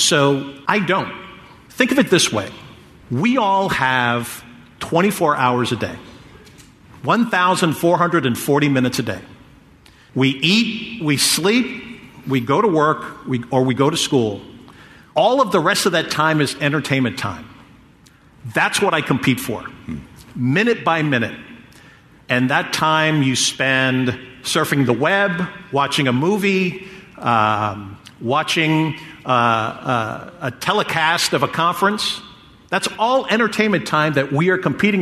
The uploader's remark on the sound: Recorded live at the GeekWire Summit.